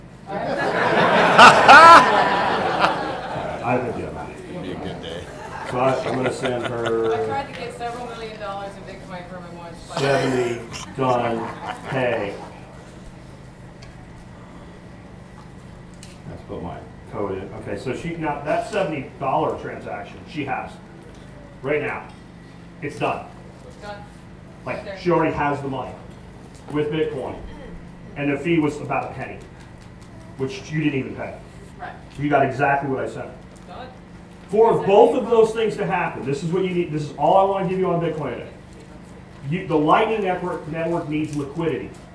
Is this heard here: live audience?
yes